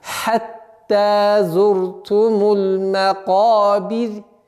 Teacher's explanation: Вот в данном случае ра, огласовка аннулируется над буквой ра, а вот буква ра сама подчиняется впереди стоящей огласовке кесра. И таким образом получается мягкий звук.